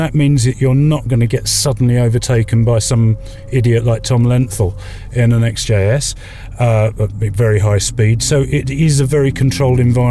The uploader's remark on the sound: Live from Castle Combe. The opening event of the 2023 season of JEC TrackSport track day shows was a truly unforgettable day for all who gathered at the historic Wiltshire circuit of Castle Combe.